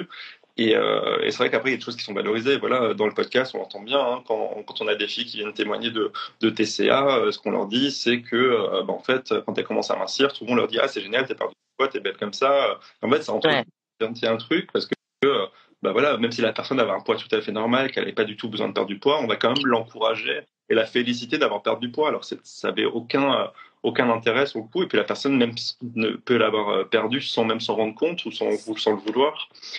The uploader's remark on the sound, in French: live enregistré sur Instagram